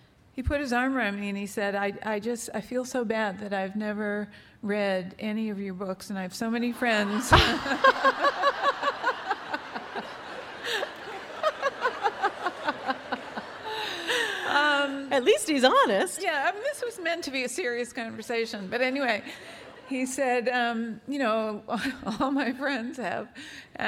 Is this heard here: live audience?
yes